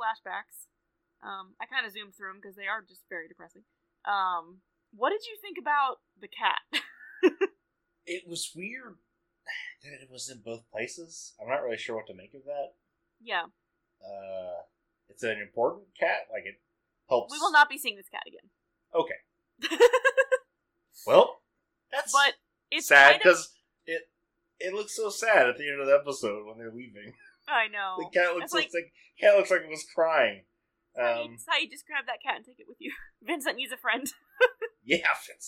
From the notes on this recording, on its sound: This week we had some audio issues.